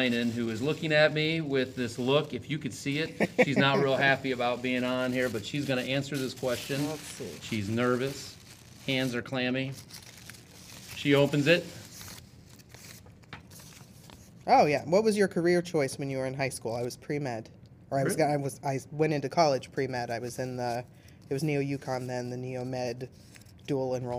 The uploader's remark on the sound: Had a bit of a slow night at parent/teacher conferences so I took advantage of it to roam around and ask teachers one question.